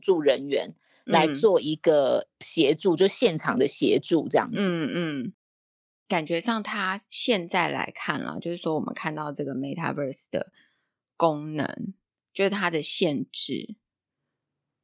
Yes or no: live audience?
no